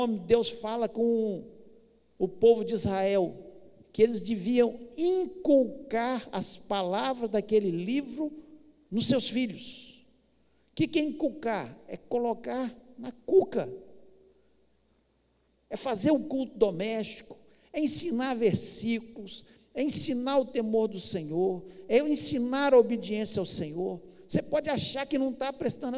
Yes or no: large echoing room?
yes